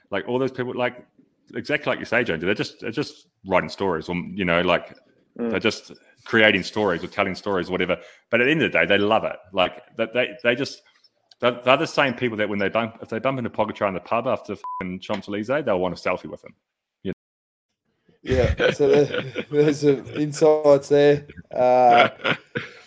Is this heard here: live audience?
no